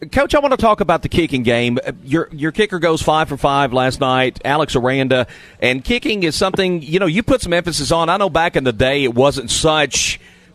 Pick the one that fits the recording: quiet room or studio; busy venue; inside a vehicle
busy venue